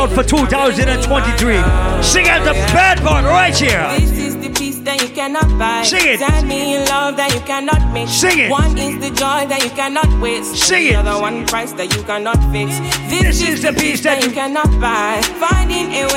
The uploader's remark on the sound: LIVE AUDIO! A recording of my set at Island Saturdays on May 13th.